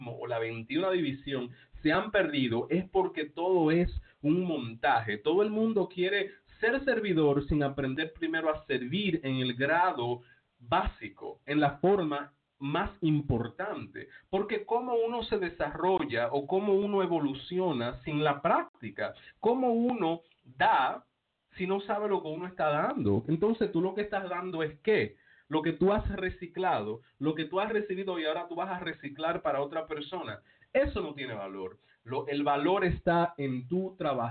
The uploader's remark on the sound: Me encuentro en la ciudad de Nueva York, pero atiendo por telefono a todas partes de el mundo.